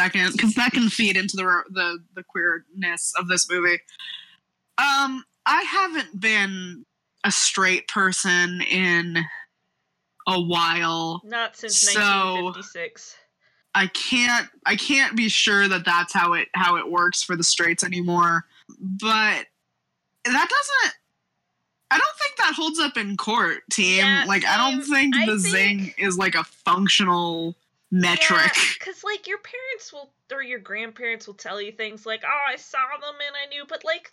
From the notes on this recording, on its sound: Apologies for audio issues in this first episode.